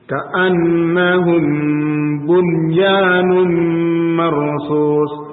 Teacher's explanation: Bunyan ini bacanya jelas, namanya izhar mutlak. Ka'annahum bunyanun marsus, walaupun nun sukun bertemu ya, biasanya nun sukun bertemu ya, idgham biguna naqis, syaratnya harus terpisah.